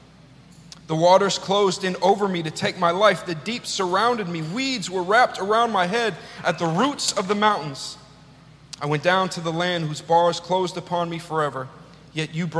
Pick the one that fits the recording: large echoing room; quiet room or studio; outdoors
large echoing room